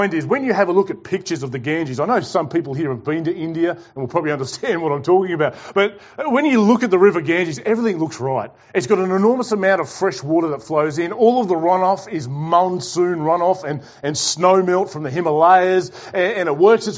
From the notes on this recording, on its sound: Preached to The Rock Christian Church on Sunday 17 October 2021.